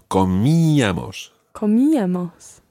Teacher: The stress is on the I. So comíamos.